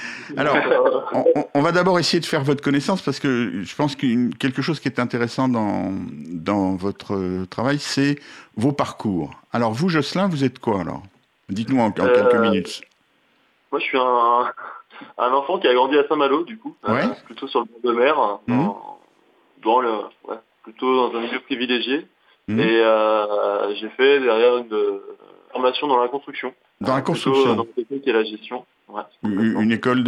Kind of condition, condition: link, phone line